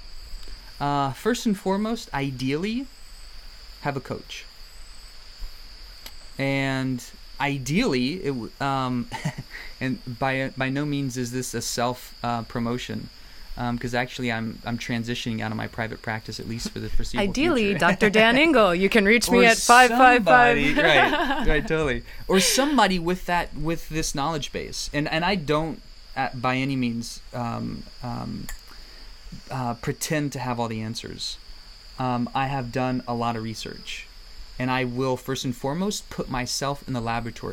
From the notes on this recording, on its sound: In this podcast recorded in the Amazon rainforest.